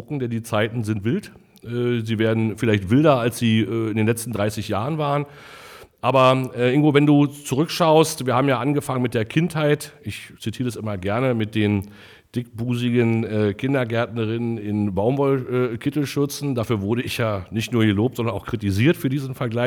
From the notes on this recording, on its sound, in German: Live vor Publikum im 1448zwo in Potsdam-Babelsberg.